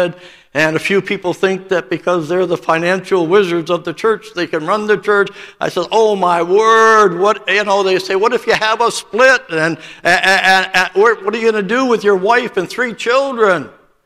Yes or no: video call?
no